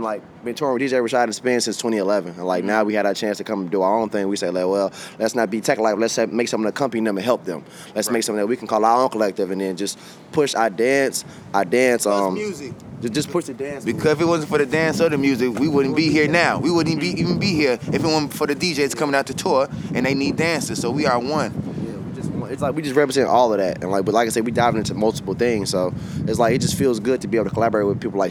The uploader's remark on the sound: Recorded at SXSW 2016.